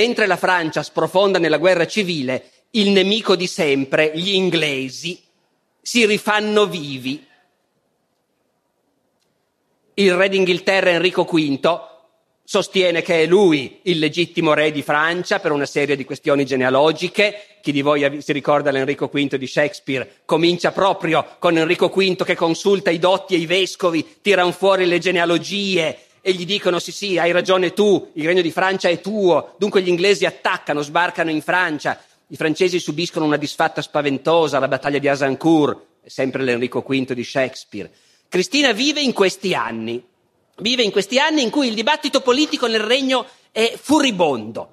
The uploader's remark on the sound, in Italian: Festival della Mente, 2012. Dal Festival della Mente di Sarzana.